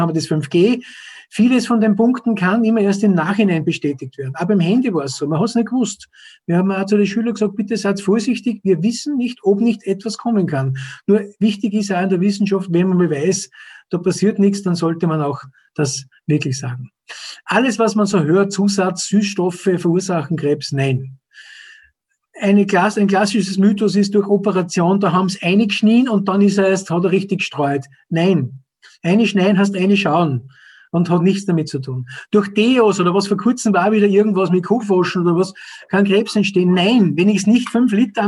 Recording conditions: video call